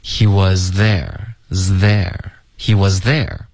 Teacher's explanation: 你发这个 z 的时候，舌尖就要开始往前，直到你碰到上齿。 · Term: 连读